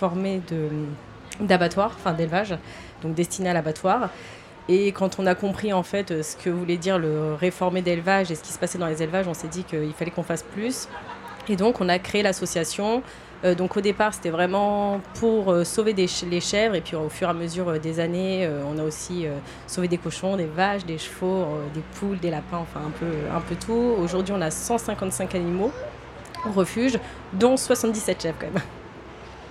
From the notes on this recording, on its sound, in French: Plateau radio Vegan Place Tours. Une table ronde enregistrée le 17 juin dernier lors de la Vegan Place de Tours.